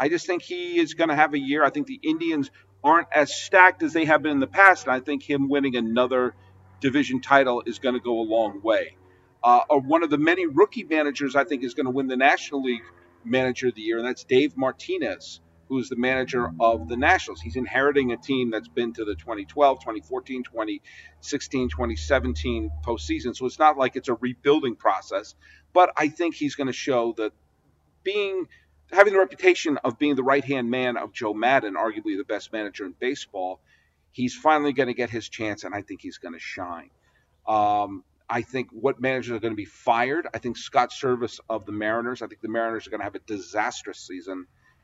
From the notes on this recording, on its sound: From Homer Field and Willie Mays Ballpark in Atherton, California. The sound of a video podcast.